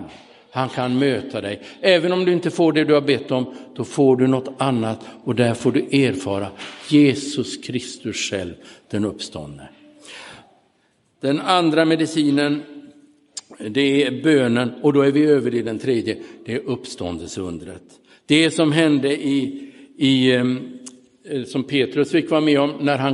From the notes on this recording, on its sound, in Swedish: Inspelad i Roseniuskyrkan den 30 oktober 2022.